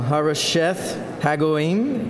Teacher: you emphasize the second syllable of both of those words